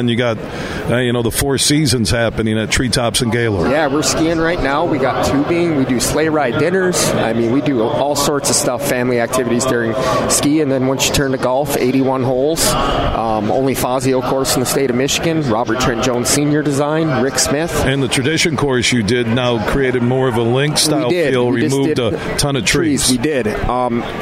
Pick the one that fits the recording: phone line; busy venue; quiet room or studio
busy venue